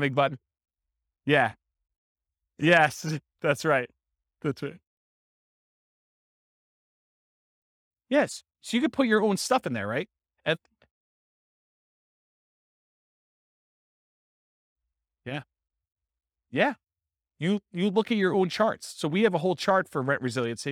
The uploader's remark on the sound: This was a live class recorded